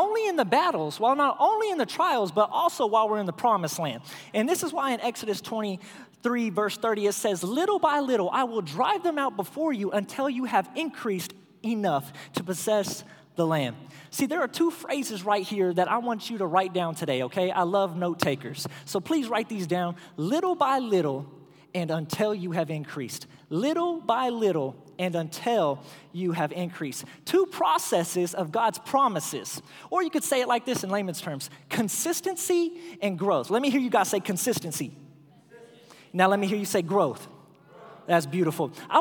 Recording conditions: large echoing room